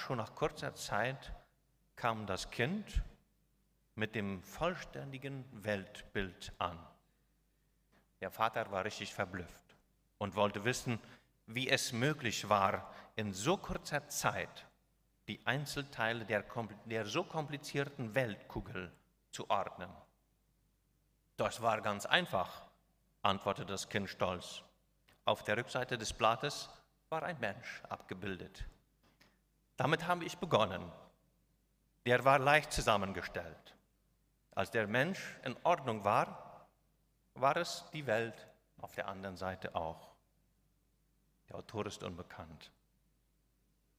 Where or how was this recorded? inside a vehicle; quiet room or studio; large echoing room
large echoing room